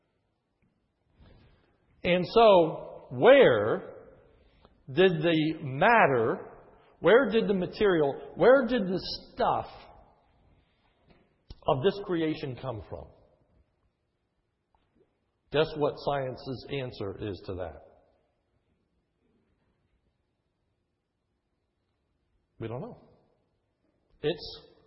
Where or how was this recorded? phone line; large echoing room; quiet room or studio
large echoing room